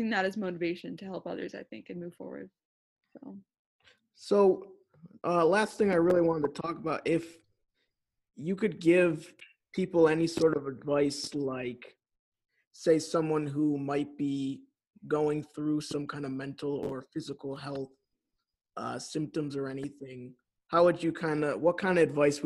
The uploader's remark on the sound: Catch up over Zoom.